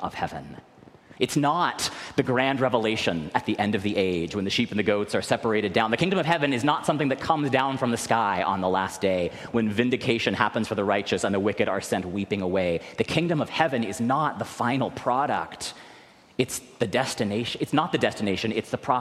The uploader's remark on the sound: recorded live at the 10:00am service